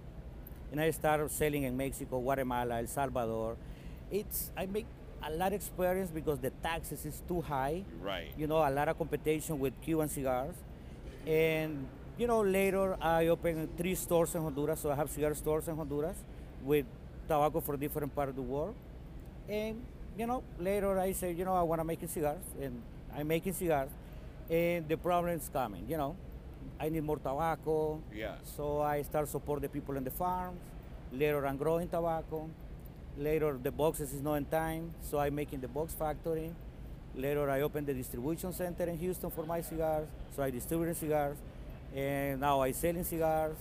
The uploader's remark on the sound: Recorded Live at the 2021 PCA Las Vegas trade show.